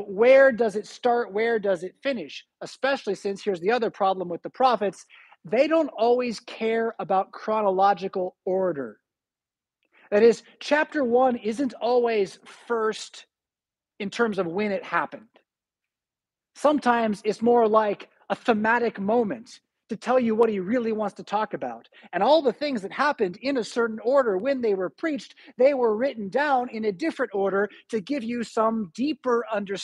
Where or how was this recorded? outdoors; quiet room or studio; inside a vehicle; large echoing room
large echoing room